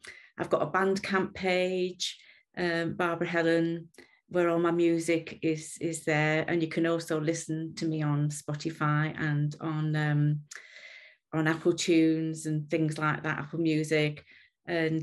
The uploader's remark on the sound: for a live online event